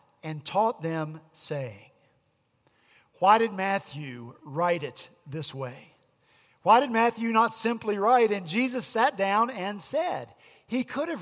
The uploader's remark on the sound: At Redeemer Presbyterian Church in Charleston, SC, our senior pastor continued our Matthew sermon series.